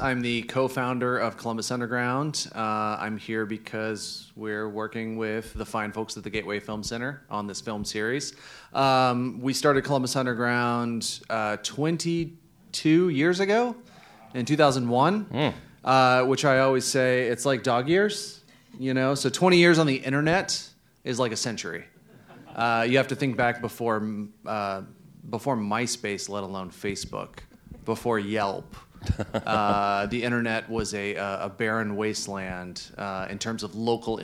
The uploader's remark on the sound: This episode was recorded at the Gateway Film Center as part of their Broadcast News: Journalism on Film series